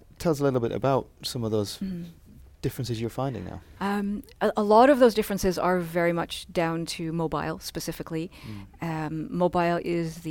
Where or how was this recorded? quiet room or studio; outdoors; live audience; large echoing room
quiet room or studio